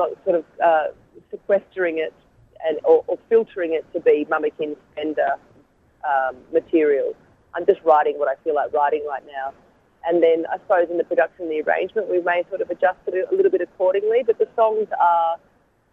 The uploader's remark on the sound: by phone